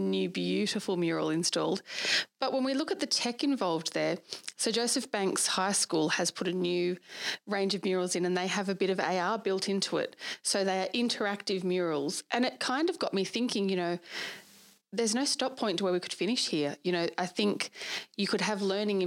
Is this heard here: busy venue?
no